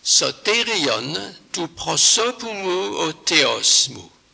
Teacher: Con un attacco ascendente, soterion, e una clausola discendente, o teosmu, questa linea presenta una simmetria degli accenti perfetta intorno alla sillaba tonica centrale. Lo schema seguente, atona, accento, quattro sillabe, atone, accento, quattro sillabe, atone, accento, una sillaba, atona.